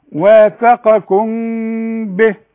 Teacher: الميم بدون تشكيل ما تقفليش شفايفك، ما تظهريش الميم قوي